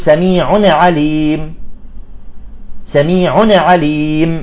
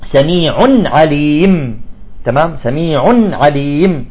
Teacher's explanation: سميع عليم، بعضهم يقلقل النون، يقول سميع عليم، سميع عليم، لا، يجب أن تكون النون نون التنوين مساوية لزمن الميم · Shown in: second take